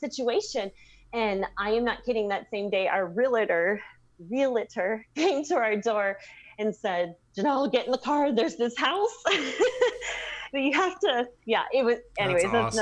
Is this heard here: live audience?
no